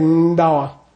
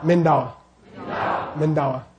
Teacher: It's a prenasal, but it's an open vowel bumping into a prenasal.